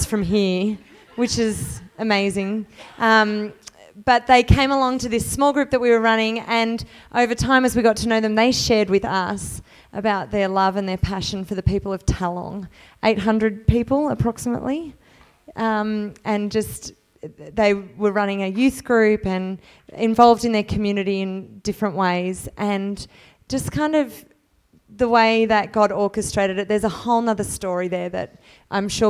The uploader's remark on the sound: Final Session of the Divergent Church Radiance Women's Conference 2019